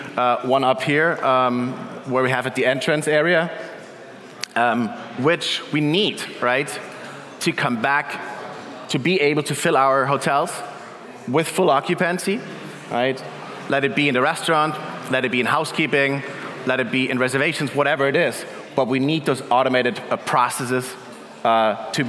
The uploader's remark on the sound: Keynote at our CoCoCoCo Main Stage, powered by Duetto.